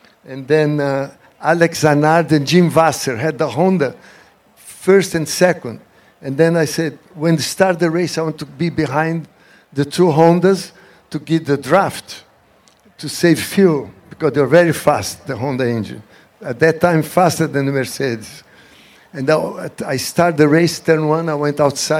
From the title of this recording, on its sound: Live at The Quail, a Motorsports Gathering